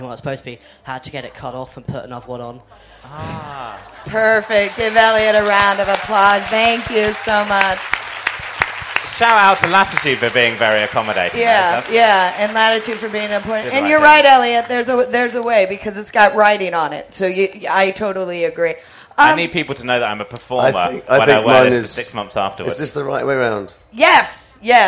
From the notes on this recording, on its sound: Live at Latitude Festival. It's a first for us - a live recording and as we were at a festival it seemed like "festivals" would be a good topic of conversation.